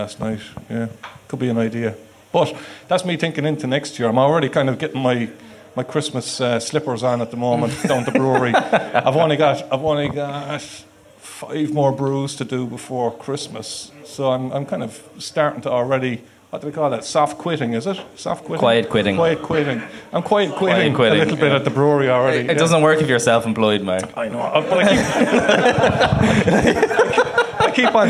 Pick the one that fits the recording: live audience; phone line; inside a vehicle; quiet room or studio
live audience